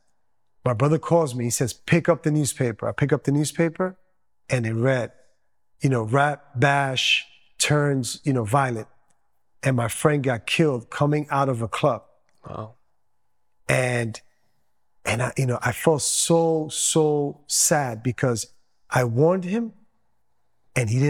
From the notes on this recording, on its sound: Testimony Recorded at Promise Ministries International in Flushing, NY.